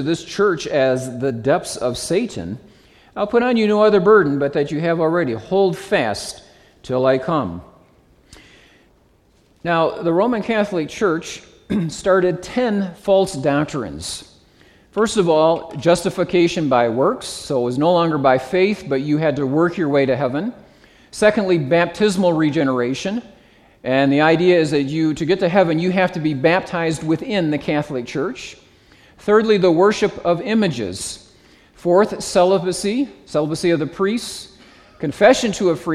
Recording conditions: live audience